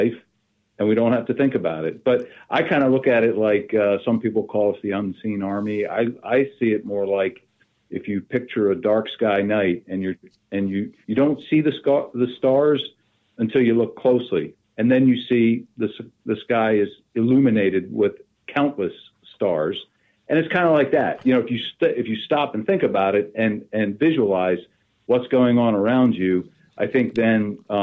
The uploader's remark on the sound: We hopped on the phone